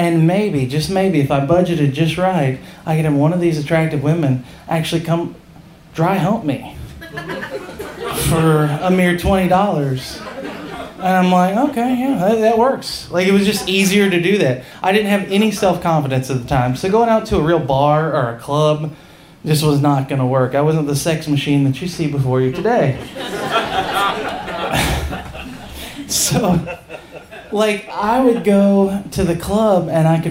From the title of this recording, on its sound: Live From Charleston 2!